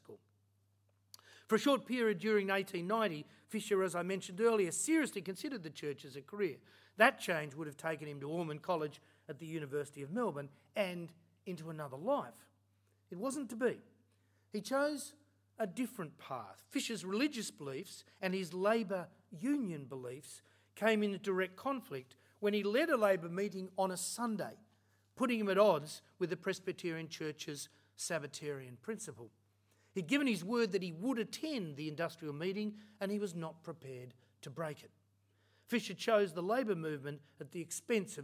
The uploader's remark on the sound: Recorded at Australia House, London on 22 October 2019.